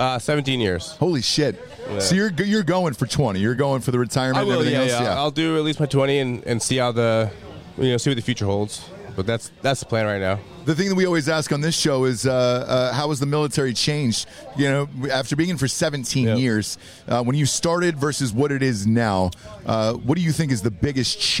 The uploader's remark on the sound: live from a suite in FedEx field at the Washington Redskins game